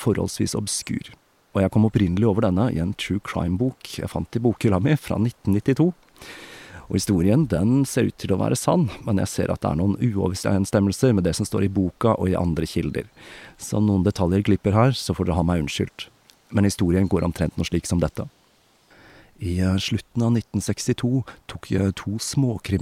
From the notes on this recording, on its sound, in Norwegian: som er tatt opp utendørs i solskinnet